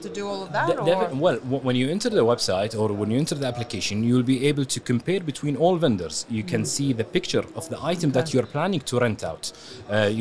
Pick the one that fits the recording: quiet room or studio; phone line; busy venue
busy venue